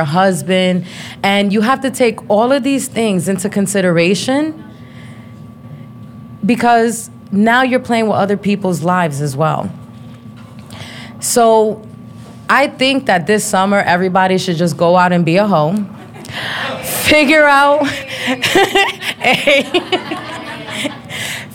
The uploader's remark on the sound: Tacos Tequila & Trivia Live Show. It's my very first solo live show and also trivia night! Location: Novelty at 101 Orlando FL.